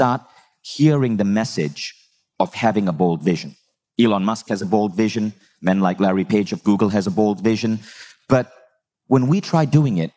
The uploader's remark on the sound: Live from Bali's A-Fest stage